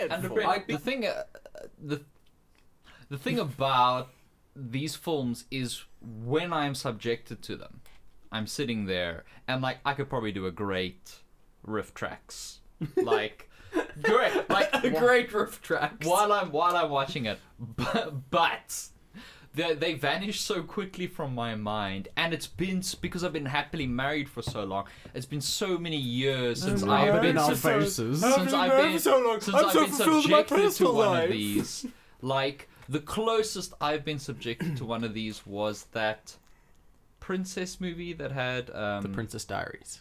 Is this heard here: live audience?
no